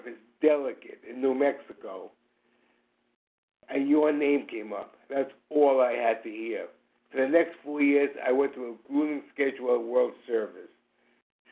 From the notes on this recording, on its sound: Qualification from the 100 Pounders Phone Meeting.